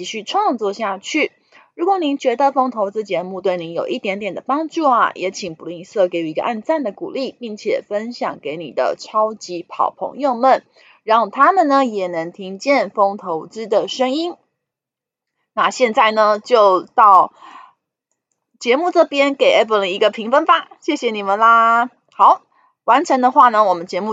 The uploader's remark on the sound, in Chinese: 本集有些許雜音，已亟力避免，如有察覺請多多包涵